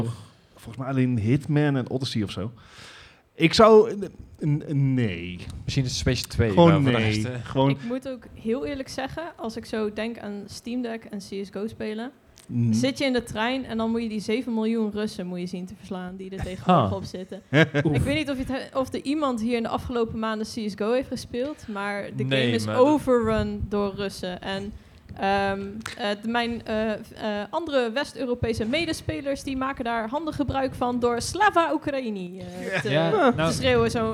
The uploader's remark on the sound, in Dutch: We Namen een Podcast op met LIVE publiek! Deze week is het de 2e editie van de Mwah Gaming Podcast LIVE! Voor een live publiek in Dynamo Eindhoven!